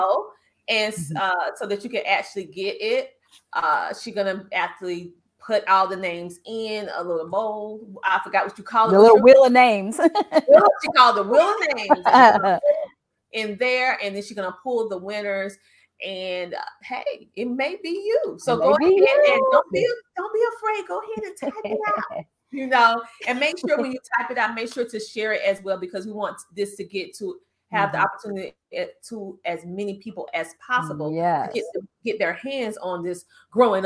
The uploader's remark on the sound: Listen in on our LIVE TAPPING OF THE SHOW. We expressed some small connection technical difficulties towards the end of this interview.